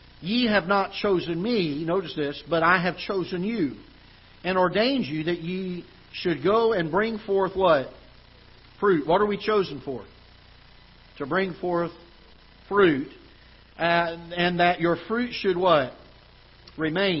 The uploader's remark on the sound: Ketha Heights Baptist Church ~ Live Broadcast